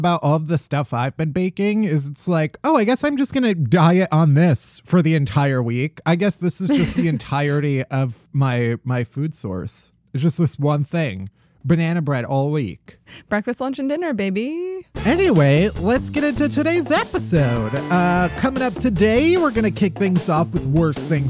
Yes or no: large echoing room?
no